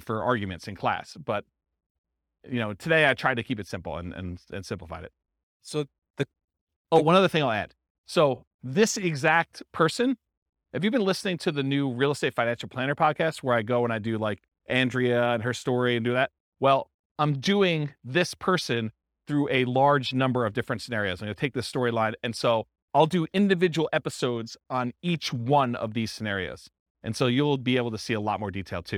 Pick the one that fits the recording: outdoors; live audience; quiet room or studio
live audience